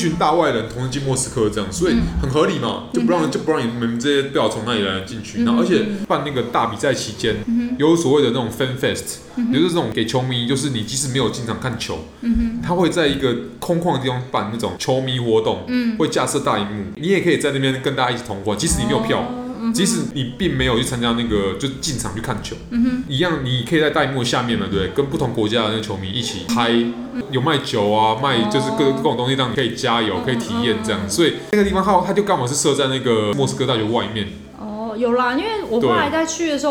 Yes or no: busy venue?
yes